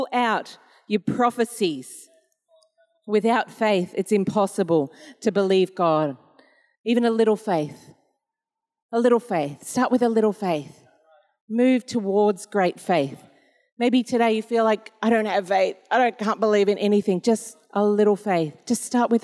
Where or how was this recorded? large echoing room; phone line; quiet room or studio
large echoing room